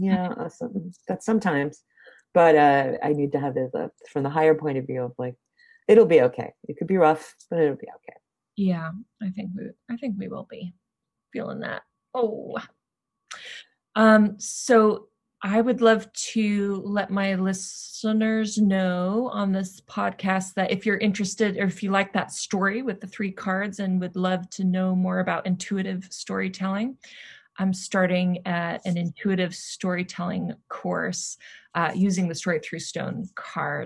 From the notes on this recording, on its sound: got together on Zoom